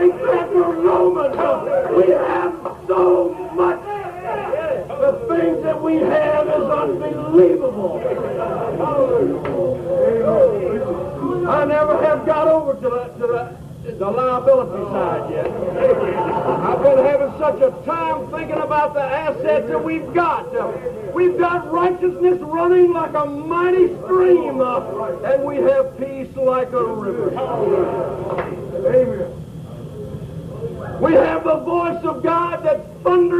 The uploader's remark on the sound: At a Charleston Revival meeting in 1994. Christ Sanctified Holy Church.